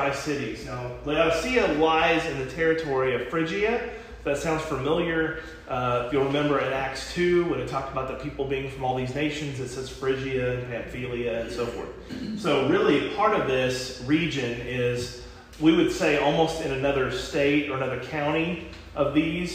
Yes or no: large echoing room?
yes